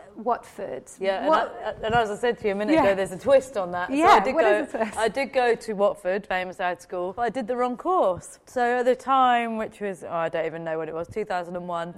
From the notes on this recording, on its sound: In front of a live audience at General Assembly in London.